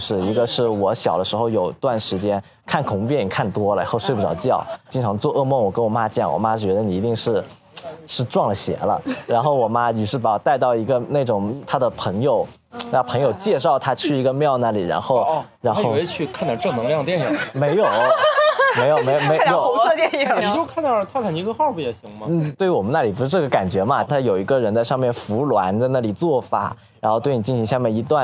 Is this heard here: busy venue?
yes